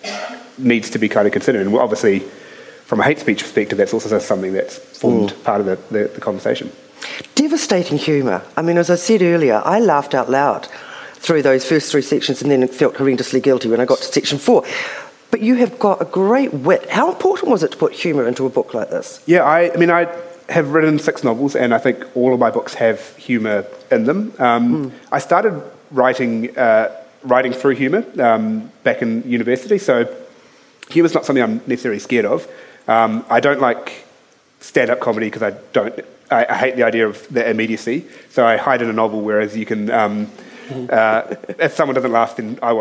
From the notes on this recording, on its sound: Speaking at the 2021 Marlborough Book Festival